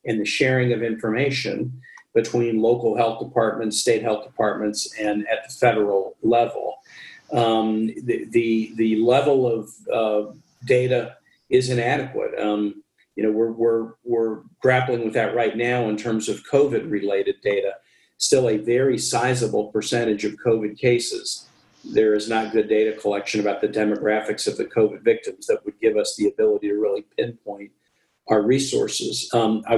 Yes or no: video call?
yes